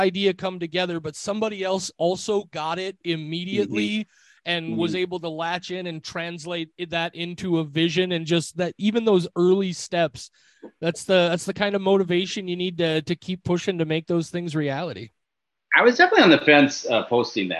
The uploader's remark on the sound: in a drastically time-limited zoom call!